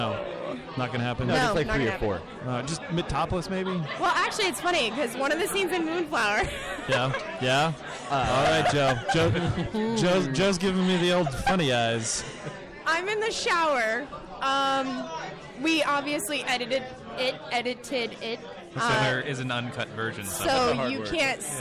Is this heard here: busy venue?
yes